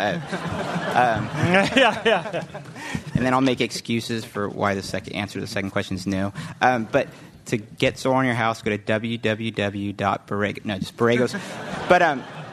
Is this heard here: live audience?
yes